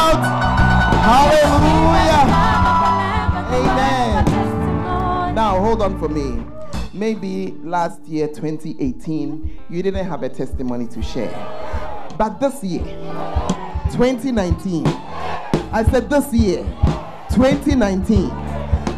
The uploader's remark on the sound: Preached At The First Love Center, Ayeduase. (Gathering Service).